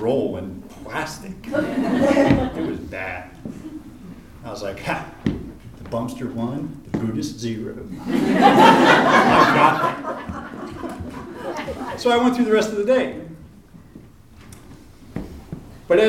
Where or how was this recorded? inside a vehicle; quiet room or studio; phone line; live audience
live audience